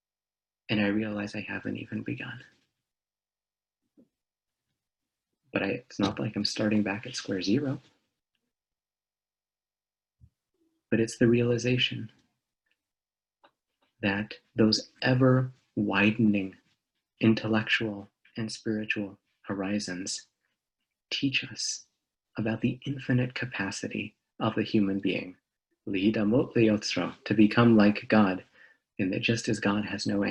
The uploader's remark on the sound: This audio was originally captured from Zoom